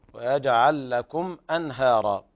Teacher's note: ويجعل لكم أنهارا، اللام مدغمة فيما بعدها، لام مدغمة في مثلها، ضغام متماثلين صغير، ويجعل لكم أنهارا.